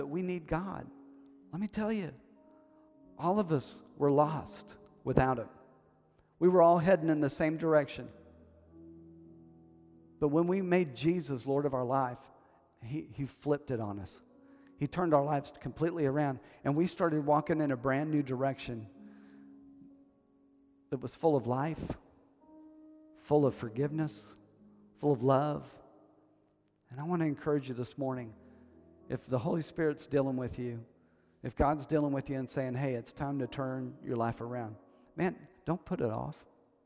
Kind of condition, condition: setting, large echoing room